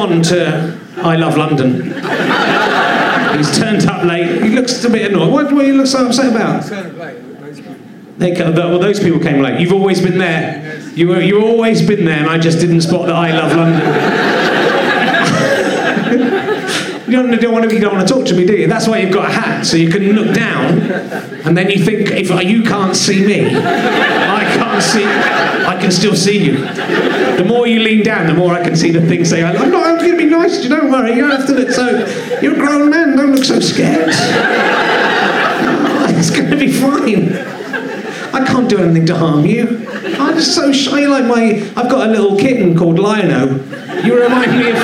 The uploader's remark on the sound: Leicester Square Theatre Podcast - Stand-Up Bonus 2013. Audience warm up set from Monday night. As he goes on stage, he is slightly nervous. He's looking for alternative guests in the crowd.